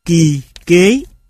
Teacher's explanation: K là một phụ âm gốc lưỡi, khi đi với các nguyên âm hàng trước như i, e, nó cũng bị kéo về phía trước